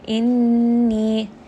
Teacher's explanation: noon has a shadda, so I am going to give it some ghunna. I am going to make sure I spend a little bit of time on this and stay on this for a couple of seconds.